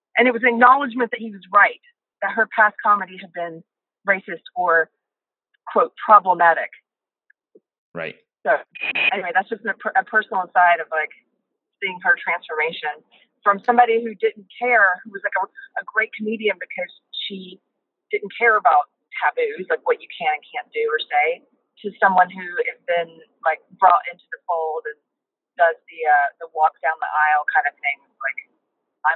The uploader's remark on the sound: Sorry for the horrible audio. Call in from the car.